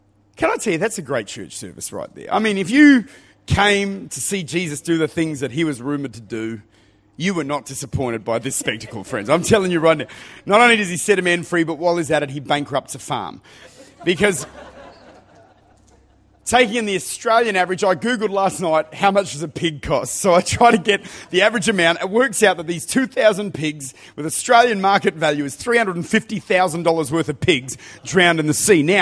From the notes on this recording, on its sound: Recorded at Lifepoint Church.